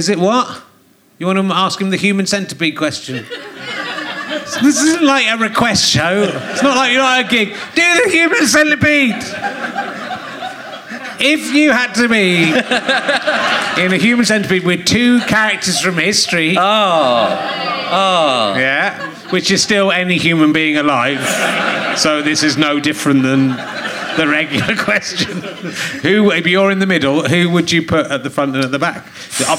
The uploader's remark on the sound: Leicester Square Theatre Podcast